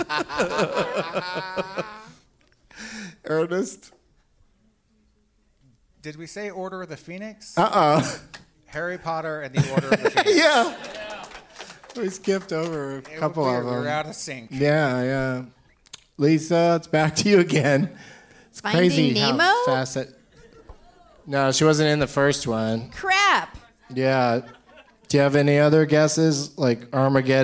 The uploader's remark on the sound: Live from The Improv in Orlando